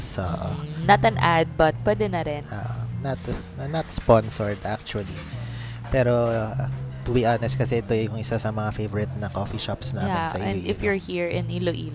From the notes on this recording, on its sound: We hope you like the coffee shop noise in the background.